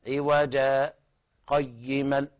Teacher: لا نقول عوجا قيمة لأنه لا يجوز الوقف على التنوين، فيبدل التنوين ألفا مادية تمد مقدار حركتين، هكذا عوجا قيما.